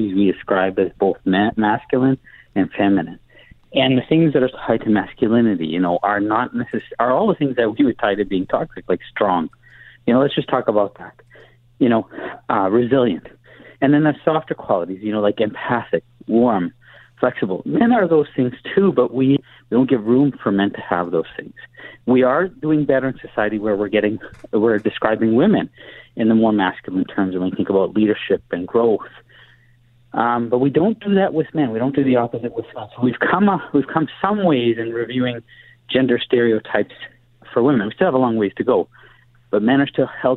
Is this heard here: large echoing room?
no